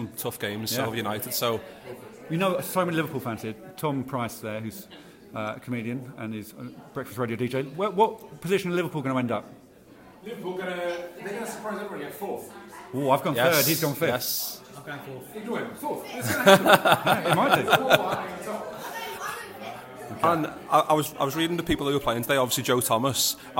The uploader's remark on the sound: Live at Chesham United’s ground, The Meadow. Ahead of the charity match between Chicken City and Egg United.